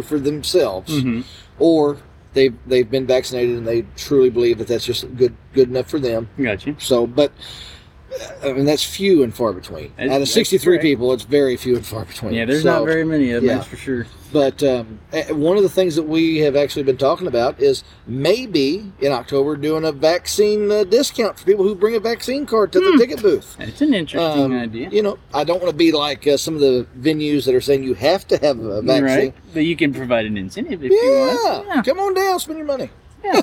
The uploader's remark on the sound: On Location: American Horrorplex & Frightmare Farms. At the American Horrorplex in Louisville Kentucky.